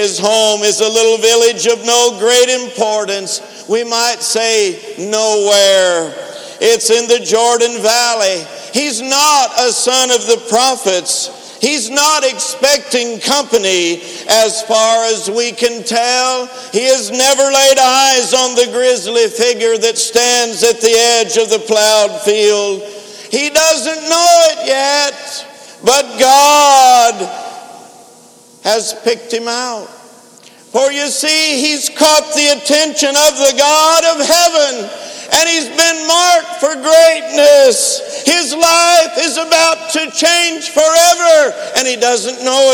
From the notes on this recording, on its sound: InterChurch Holiness Convention Dayton Convention Center Dayton, Ohio USA 2012